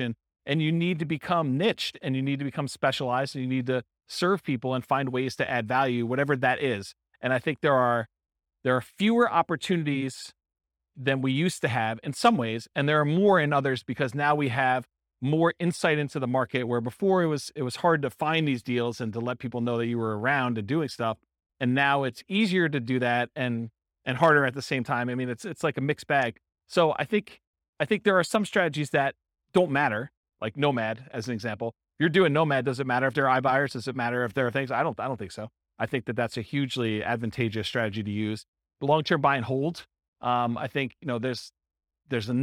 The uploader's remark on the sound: Real estate entrepreneurs in Lubbock, Texas. This was a live class recorded to give investors a solid qualitative overview of all the different real estate investing strategies. Live in-person version.